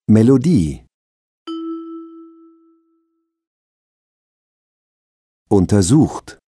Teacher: Der Wortakzent liegt auf der letzten Silbe. Die ersten zwei sind unbetont.